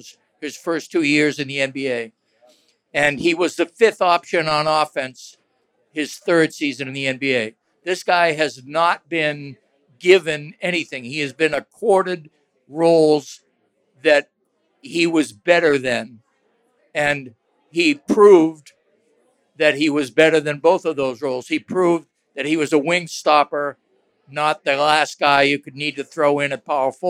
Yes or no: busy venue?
yes